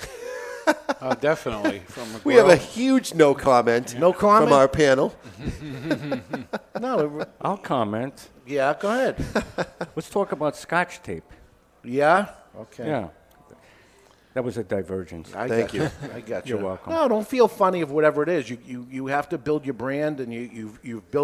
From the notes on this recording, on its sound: The Cigar Authority is a member of the United Podcast Network and is recorded live in front of a studio audience at Studio 21 Podcast Cafe upstairs at Two Guys Smoke Shop in Salem, NH.